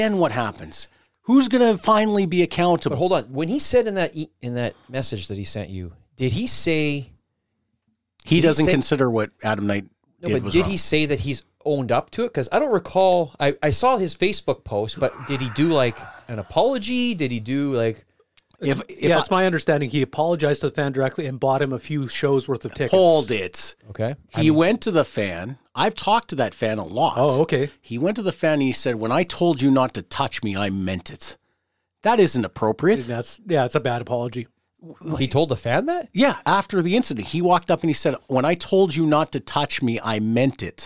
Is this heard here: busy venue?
no